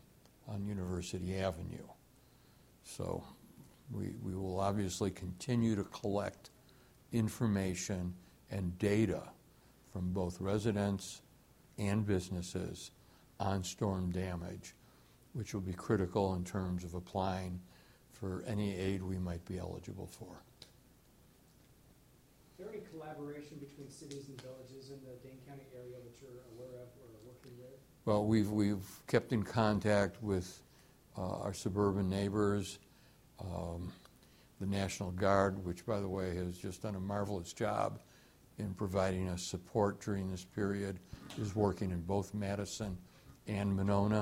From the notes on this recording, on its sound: Press Conference